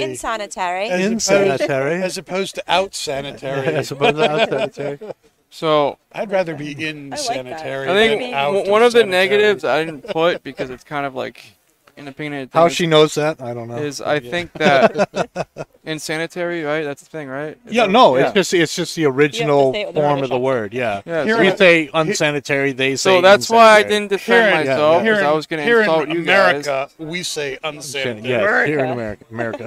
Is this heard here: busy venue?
yes